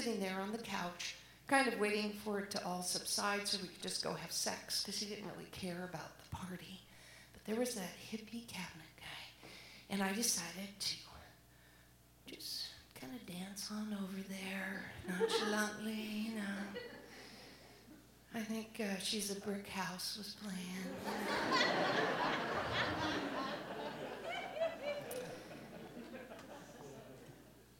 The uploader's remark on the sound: live at the Alberta Abbey